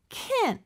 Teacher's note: can't 같은 경우는요. 마치 can처럼 들릴 수 있지만 약간 콧소리가 들어갑니다. can't 이렇게. 그리고 마지막 t는 잘 안 들려요. · 그리고 마지막 t는 잘 안 들려요. 근데 끊어주는 느낌이 있어요.